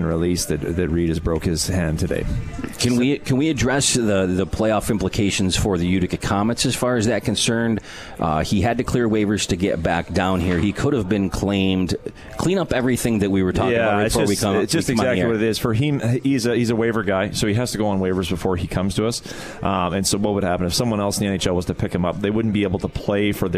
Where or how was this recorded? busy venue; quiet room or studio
busy venue